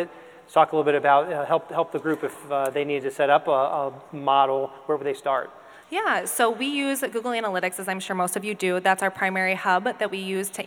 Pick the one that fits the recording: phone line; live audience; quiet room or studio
live audience